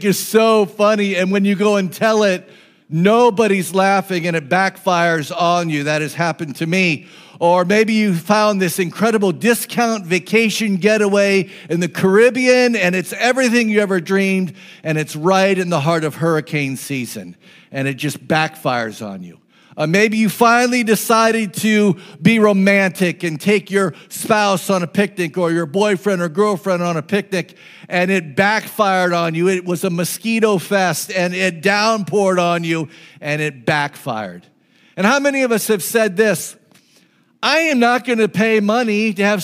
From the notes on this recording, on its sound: This message was preached on June 11, 2023 at FIVE39 Church.